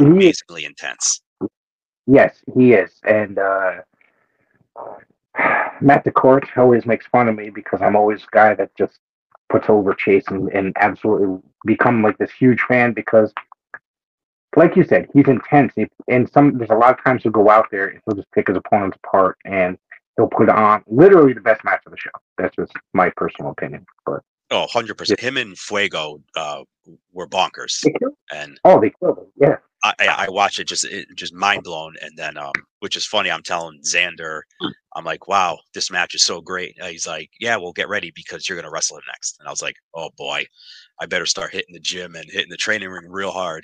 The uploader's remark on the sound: There was some technical difficulties on our end during this recording so the sound quality is a little off on our end.